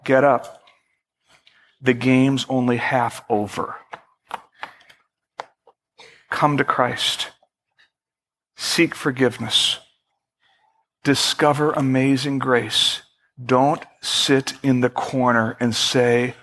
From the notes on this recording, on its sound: Originally recorded on May 8, 2011, at Fellowship Missionary Church, Fort Wayne, IN.